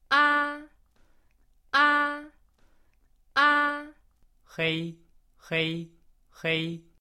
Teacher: The first tone is high and level and long.